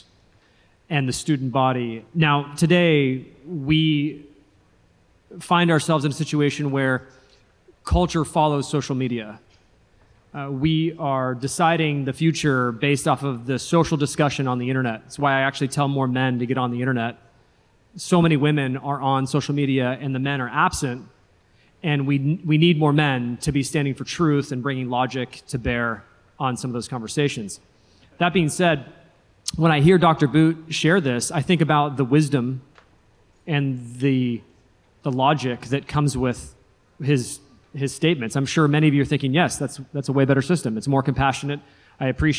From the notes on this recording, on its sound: This is the First Panel from our Theonomy & Postmillennialism Conference.